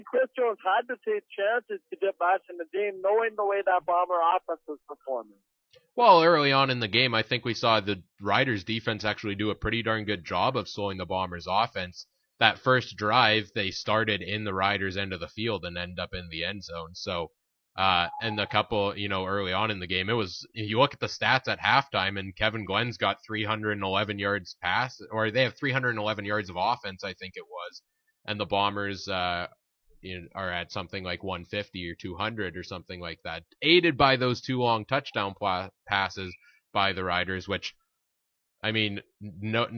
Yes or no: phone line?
yes